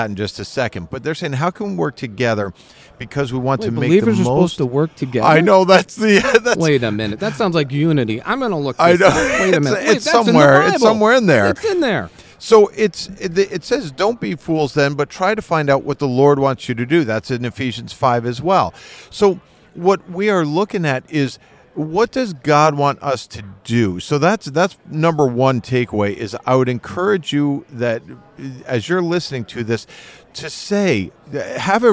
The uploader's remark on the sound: On the Road. Live at NRB 2023 (National Religious Broadcasters Convention).